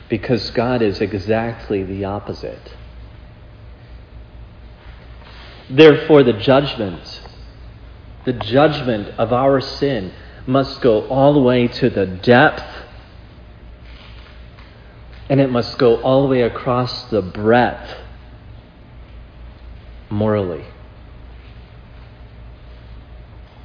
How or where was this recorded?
large echoing room